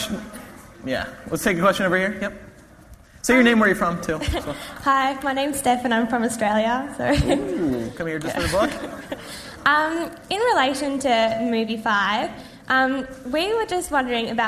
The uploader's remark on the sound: MuggleCast LIVE in London for the release of ‘Deathly Hallows’